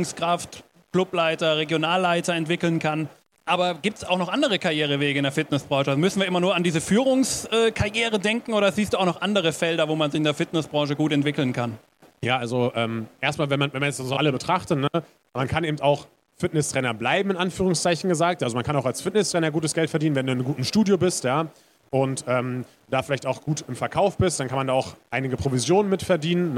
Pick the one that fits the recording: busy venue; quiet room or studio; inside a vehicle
busy venue